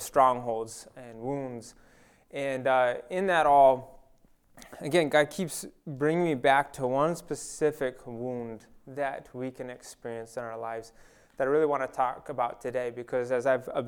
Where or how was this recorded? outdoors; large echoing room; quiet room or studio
large echoing room